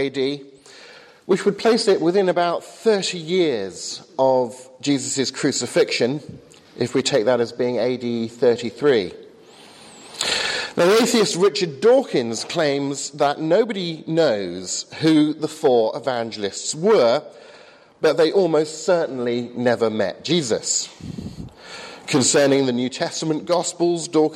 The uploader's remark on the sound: from the 8am service at Highfield Church Southampton, 21st September, 2014.